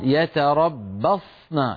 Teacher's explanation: الصاد لا تهتز يا أخي